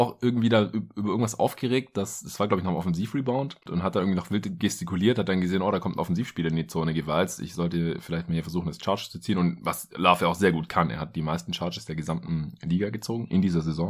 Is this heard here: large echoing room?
no